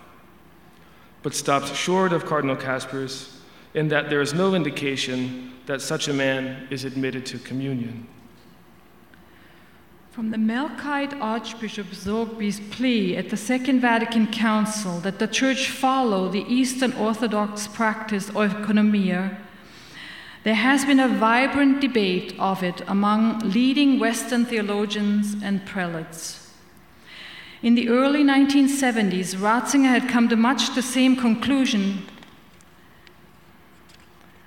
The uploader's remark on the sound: Panel Discussion addressing the Synod on the Family. The Panel also took several questions from the audience.